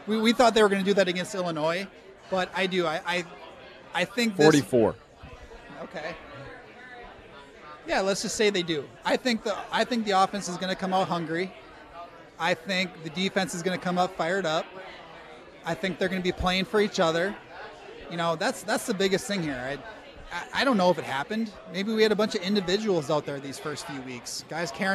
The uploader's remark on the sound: live at Monk's Bar and Grill